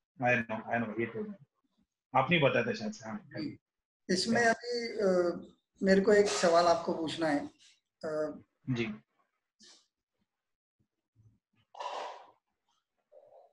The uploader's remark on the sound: This is the audio part of a video chat.